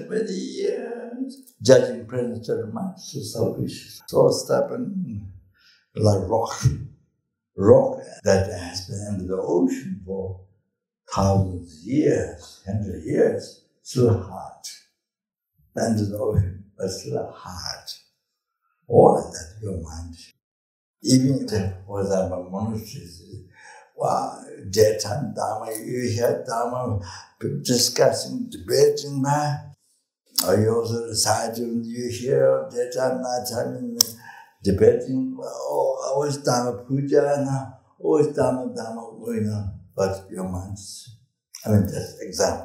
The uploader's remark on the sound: At Amitabha Buddhist Centre, Singapore.